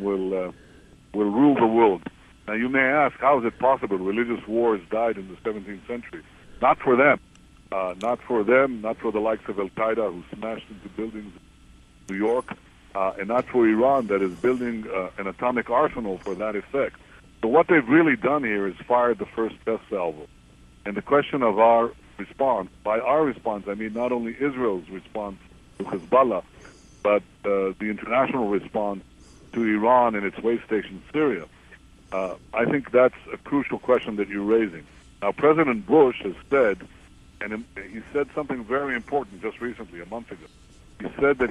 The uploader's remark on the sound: on the phone with us from his Knesset office in Jerusalem